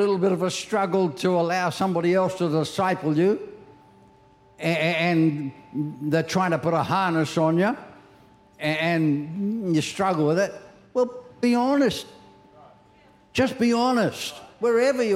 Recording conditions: large echoing room